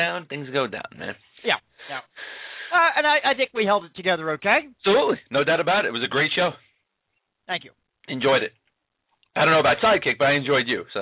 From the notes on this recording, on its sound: take questions from listeners via the telephone